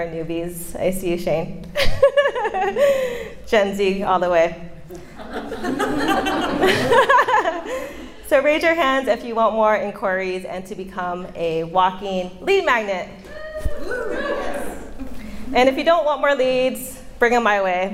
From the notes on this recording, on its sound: This is the audio of my speech at a WIPA Event. It's my big speaking event and 75 wedding pros attended.